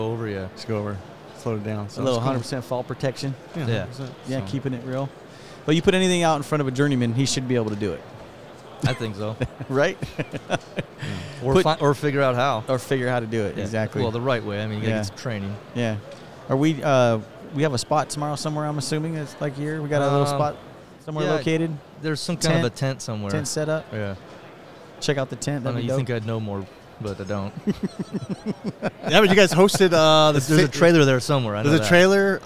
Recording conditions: live audience